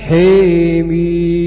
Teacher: ابن ذكوان وشعبة وحمزة والكسائي أمان الحاء في الحواميم السبعة، فيقرؤون هكذا حيميم.